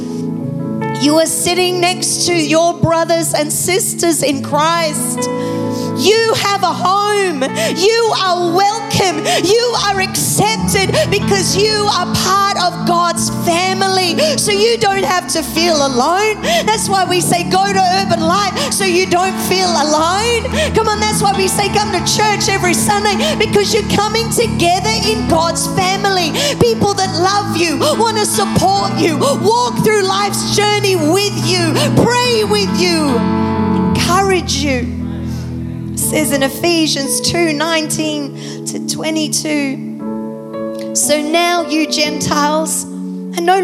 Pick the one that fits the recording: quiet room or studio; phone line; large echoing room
large echoing room